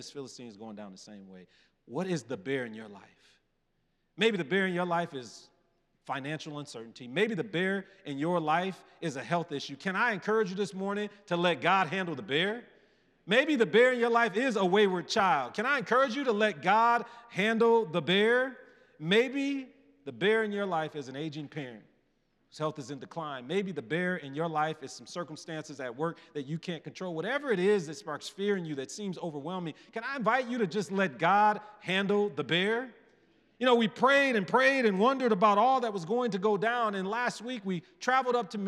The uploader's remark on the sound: presented by Asbury Seminary Kentucky Chapel, recorded on Tuesday, November 7, 2023 at Asbury Theological Seminary's Kentucky campus